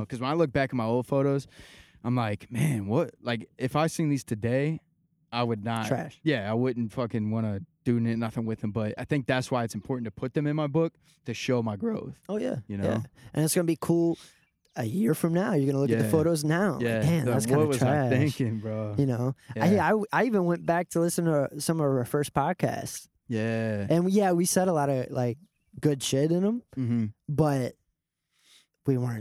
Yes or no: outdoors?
yes